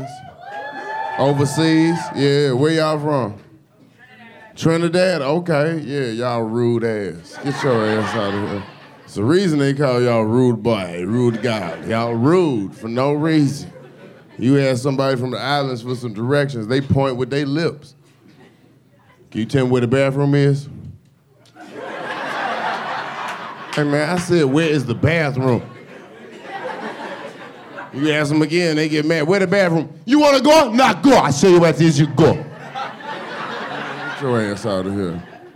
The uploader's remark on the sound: Live from The West Palm Beach Improv. Take the 85 South Show live on the road to the West Palm Beach Improv.